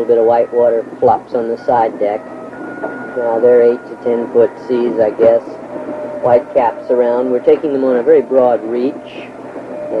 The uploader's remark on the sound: Narration made while surviving a tropical cyclone at sea in a 37’ trimaran